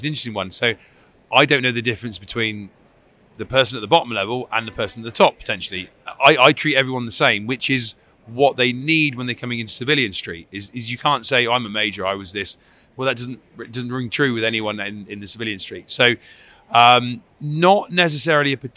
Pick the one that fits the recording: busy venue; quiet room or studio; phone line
busy venue